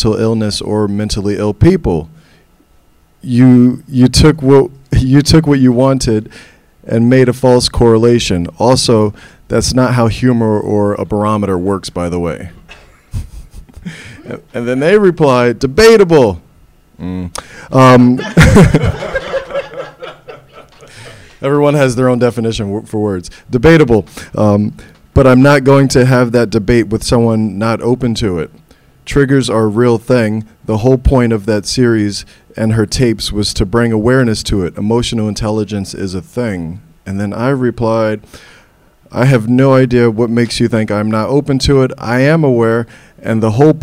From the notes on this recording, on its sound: The NerdProQuo Podcast Live. The live show from Freddy's Bar and Backroom.